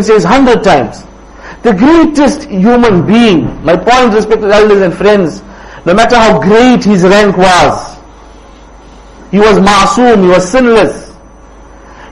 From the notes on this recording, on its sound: Jumuah lecture at Rockford Musalla